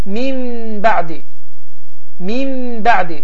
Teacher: Misal olarak min ba'di, min sözünün sonunda olan sukunlunla sonra ba'di sözünün evvelinde olan B harfi gelip ve bu zaman iqləb baş verir ki iqləb zamanı n sesi mim sesiyle əvəz olunur. Min ba'dinin yerine təcvid əhkamlarıyla oxuyuruq min ba'di, min ba'di ve qaydanın üzerinde 2-3 saniye dayanırıq.